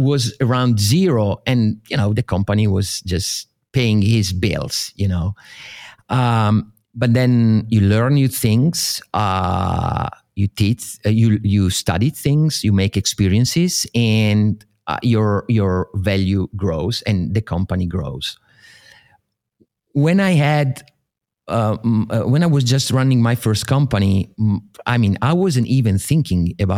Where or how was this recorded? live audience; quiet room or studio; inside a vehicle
quiet room or studio